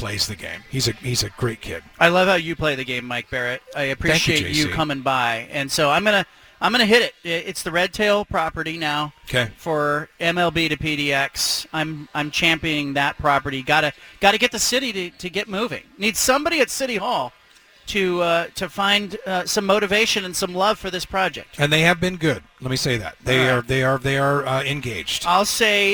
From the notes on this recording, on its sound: at the BFT live broadcast from Killer Burger in West Linn